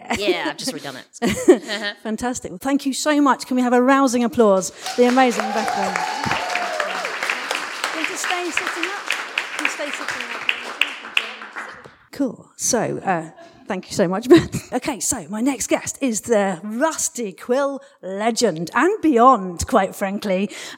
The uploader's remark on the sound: LIVE AT ADH PODFEST 2022. To all the audience who attended, asked and answered questions, shared your top 3 audio fic shows, thank you heartily. It was WONDERFUL to do this show live.